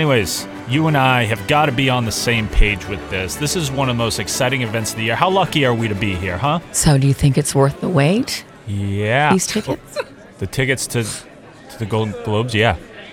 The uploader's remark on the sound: go to The Golden Globes to report "Live" at the red carpet